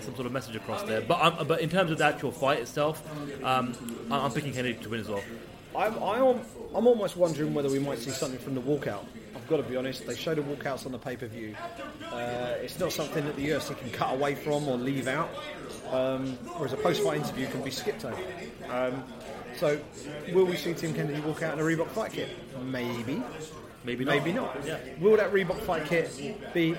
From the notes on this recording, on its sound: Watching UFC 206 from a casino! As they deliver their live reaction to the fights on an incredible night at UFC 206 as they watched the action unfold from the viewing party at the Grosvenor Casino Russell Square in London.